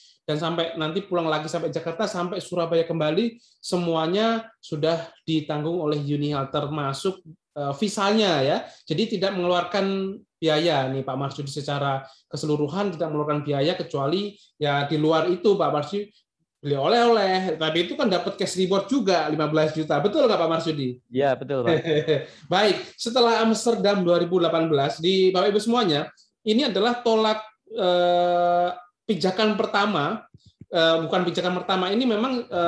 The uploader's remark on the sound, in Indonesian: Podcast ini adalah hasil rekaman webinar